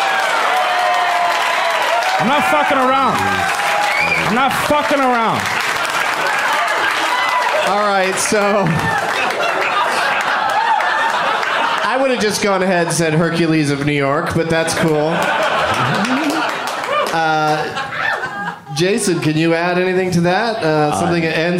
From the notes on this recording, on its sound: Live from Madison, WI